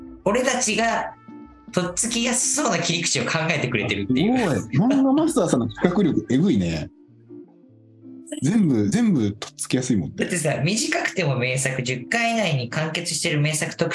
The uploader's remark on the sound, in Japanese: リモート収録した雑談回